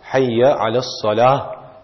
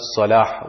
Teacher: And when ending off, you will end off with the sound of a small ha · Shown in: first take · Hayya ala salah, and not salah, with a big ha.